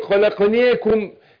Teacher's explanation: خلقناكم كده أنت عملت فيها إمالة